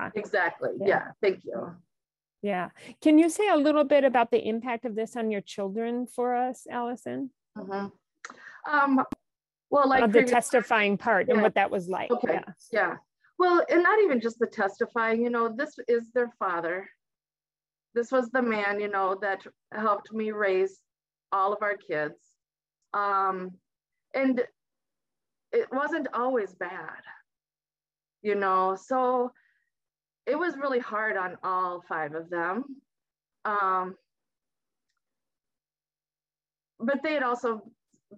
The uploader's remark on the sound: Recorded live on Zoom.